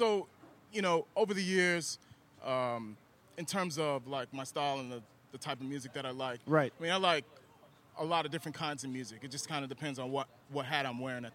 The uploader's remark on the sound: Podcast was taped live at Empire Control Room